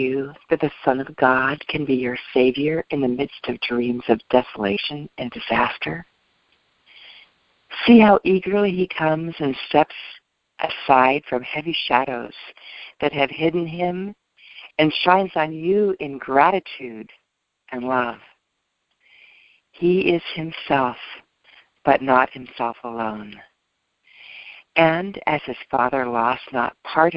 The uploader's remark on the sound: ACIM Daily TEXT Conference Call.